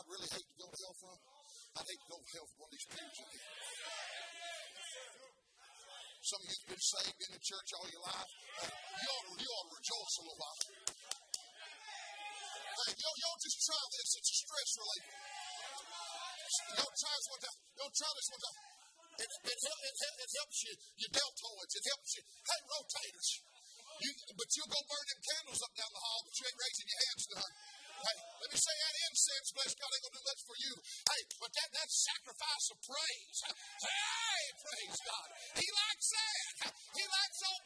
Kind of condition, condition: setting, large echoing room